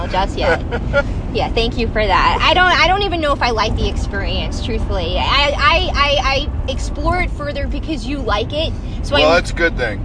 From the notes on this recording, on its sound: Our first podcast of the season in the car as we head to our 5th Annual Winters Kiss.